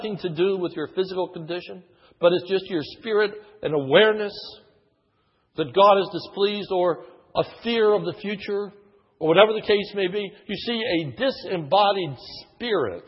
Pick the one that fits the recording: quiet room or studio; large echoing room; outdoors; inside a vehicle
large echoing room